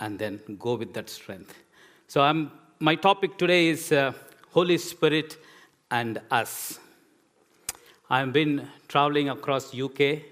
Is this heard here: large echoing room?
yes